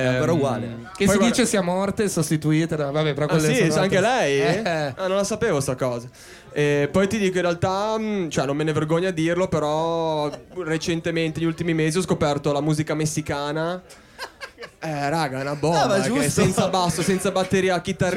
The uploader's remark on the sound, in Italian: Radici on the boat. Sulle onde del mare. L'abbiamo registrata live in mezzo a voi che eravate tantissimi.